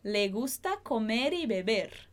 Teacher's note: E esse R no final de beber, como não tem mais nada depois dele, a gente vai prolongar ele, fazer ele um pouquinho mais vibrado. Se eu falo a palavra comer, somente a palavra comer, a gente também vai vibrar mais esse R, porque ele está no final de tudo que a gente está falando.